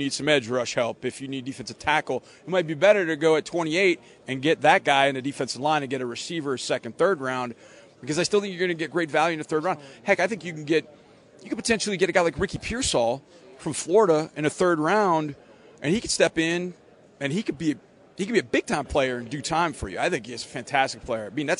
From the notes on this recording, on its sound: live from the combine